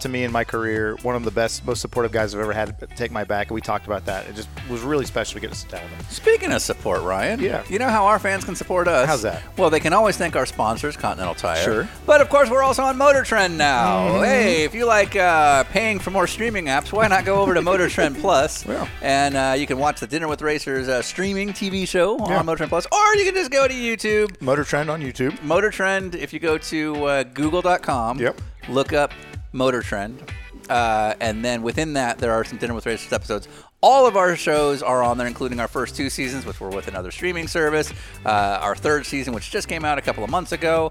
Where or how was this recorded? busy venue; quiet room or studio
busy venue